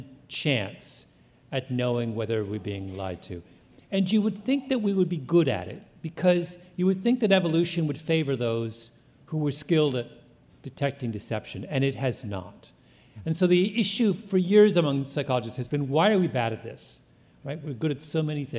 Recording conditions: live audience